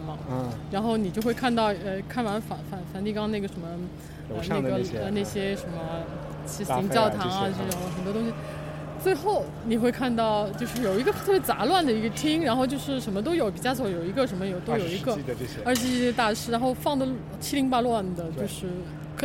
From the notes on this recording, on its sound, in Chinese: 和100个VVIP在一起。是一期我们从上海ART021和West Bund带来的当代艺术博览会特辑。我们用了一天下午的时间录音。从上海展览馆到西岸。因为现场录音有比较大的杂音，音量也不一定特别好控制。但是最后的节目并没有通过降噪处理，因为我们想把艺博会现场的气氛传达给大家，不管是ART021开幕现场VIP的窃窃私语，还是当时尚未完工的West Bund布展现场。